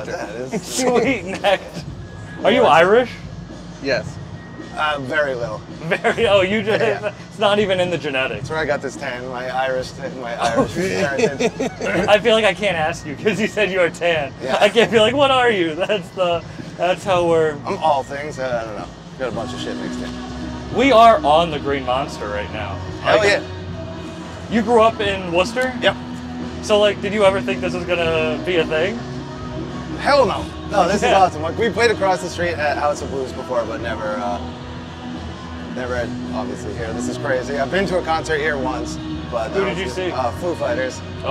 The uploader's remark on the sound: Live At Fenway Park. This podcast was recorded on The Green Monster at Fenway Park.